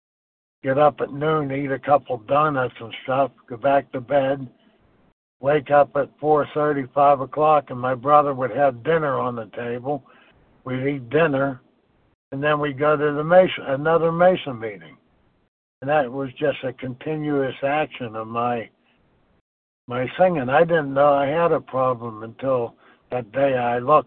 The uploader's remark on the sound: from the 100 Pounders Phone Meeting